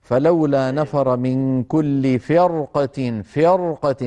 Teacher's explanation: الراء مفخمة لأنها ساكنة وبعدها حرف، ساكنة وقبلها مكسور وبعدها حرف استعلاء غير مكسور